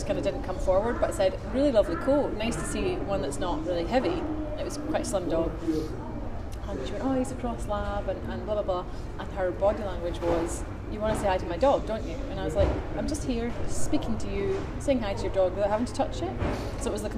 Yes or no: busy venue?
yes